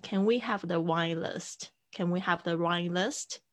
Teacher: 这个其实也是语调上扬的一句话啦